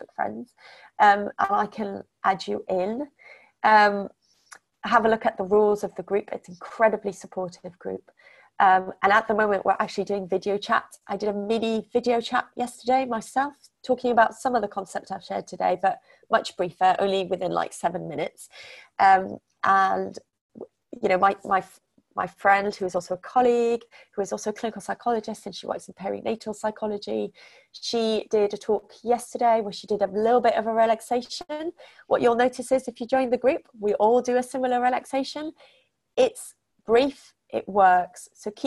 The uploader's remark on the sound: We are sharing the audio from our recent webinar.